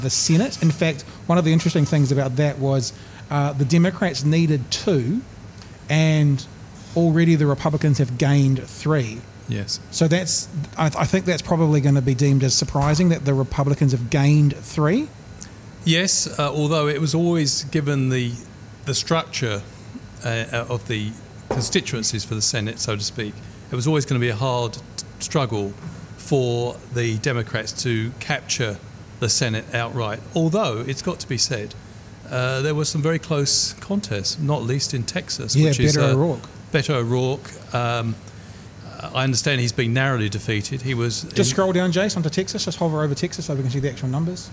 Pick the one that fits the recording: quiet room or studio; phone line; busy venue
busy venue